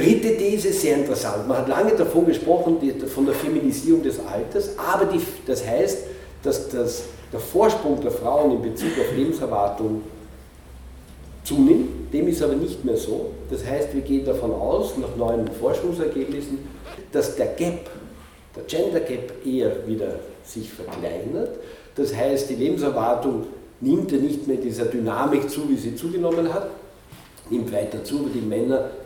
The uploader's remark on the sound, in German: Ausschnitte aus seinem Vortrag, welcher den Beginn des Symposiums stellte.